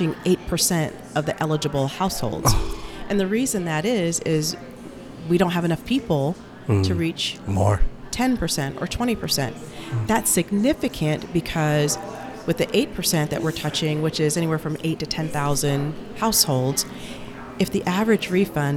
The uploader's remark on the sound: Episode Recorded at Leaves Book & Tea Shop. 120 Saint Louis Ave.